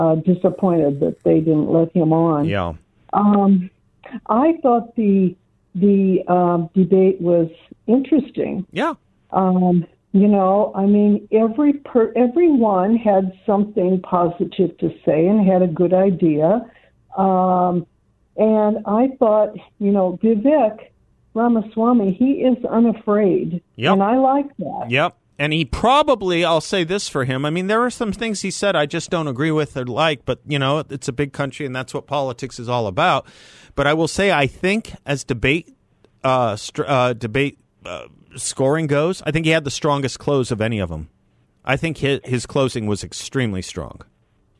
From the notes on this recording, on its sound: on the phone